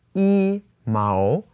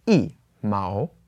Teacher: Okay, so one is normally pronounced as yi when we only talk about the number one. But if this is paired up with a word that has the second tone, then the yi changes to the fourth tone · Shown in: second take · and it becomes yi. · Term: tone change